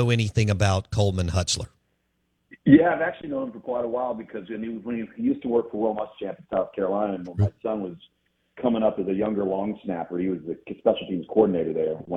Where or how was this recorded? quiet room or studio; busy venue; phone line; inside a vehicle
phone line